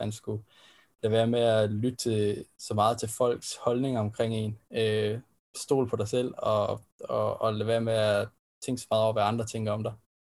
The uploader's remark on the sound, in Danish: Da interviewet er optaget via gode gamle Zoom, så kan vi desværre ikke præstere lige så god lyd som vi plejer.